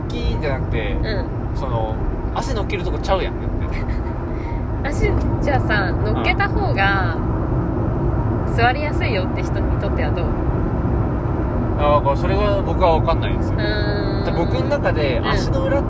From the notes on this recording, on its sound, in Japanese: 車の中で収録してます！騒音うるさいかも！ごめんなさい！